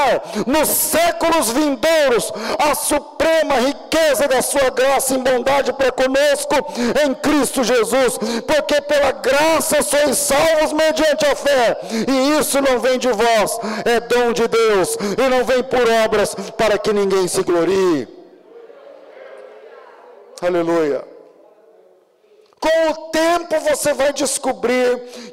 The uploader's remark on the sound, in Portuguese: Culto ao vivo.